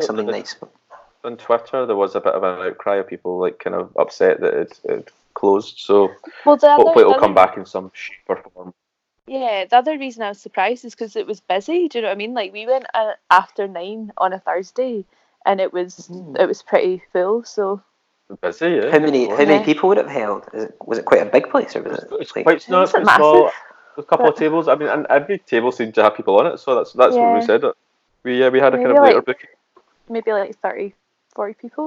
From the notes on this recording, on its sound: Forgive us the audio quality as we attempt to record over the seas for the first time.